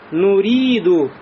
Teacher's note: у нас здесь «я» придает долготу. Эта долгота называется у нас «маддун табиайюн», то есть естественная долгота. Она у нас будет везде, как в Коране, так и в обычной речи.